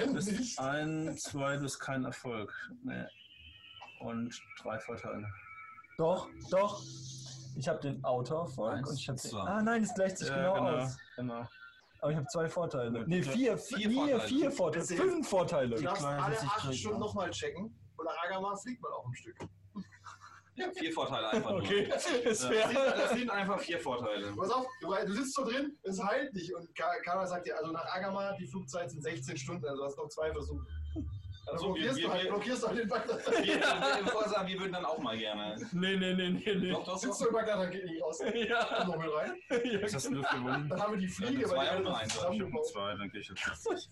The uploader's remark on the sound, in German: Leider ist dies noch eine Aufnahme, in der unser Interface den Geist aufgegeben hatte, deshalb leidet die Audioqualität etwas.